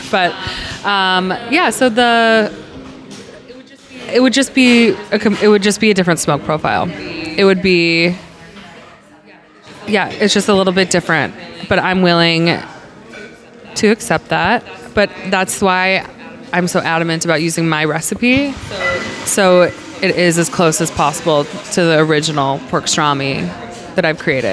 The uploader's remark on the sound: After lunch, we hit the coffee shop next to Larder where we recorded this podcast.